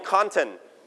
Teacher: ถ้าหมายถึง content หรือเนื้อหาของสื่อสารนะครับเราจะ stress ที่พยางค์ที่หนึ่งเป็น content